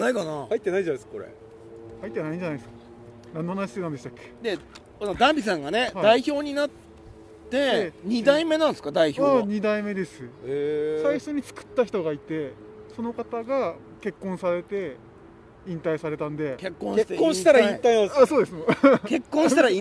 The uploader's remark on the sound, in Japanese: 焚き火で公開録音&生配信。緑溢れる野外で公開録音とインスタライブとYouTube収録のメディアミックス特別版！ウグイスの鳴き声と焚き火の爆ぜる音（時々暴走音）でリラクゼーション効果倍増の特別版。